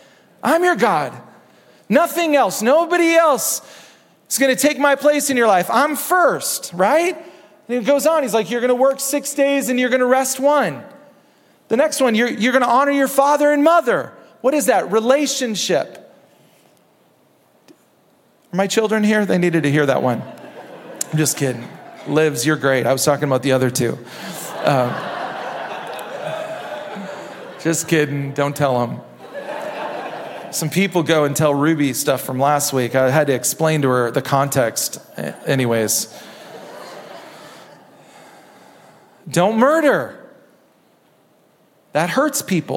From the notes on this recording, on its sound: Recorded at Hope Church in Springfield, MO.